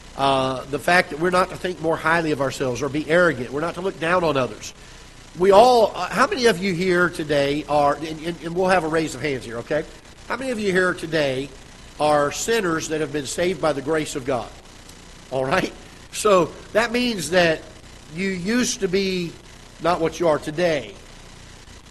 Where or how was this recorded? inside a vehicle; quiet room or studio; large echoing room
large echoing room